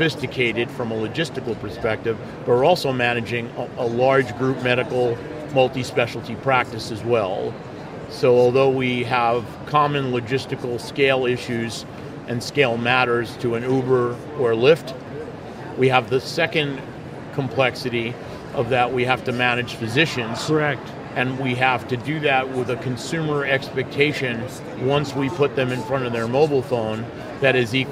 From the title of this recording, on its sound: LIVE From #HiMSS17